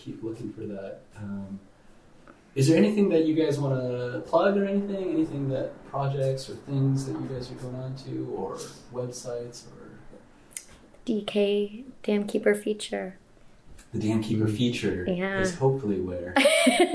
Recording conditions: poor microphone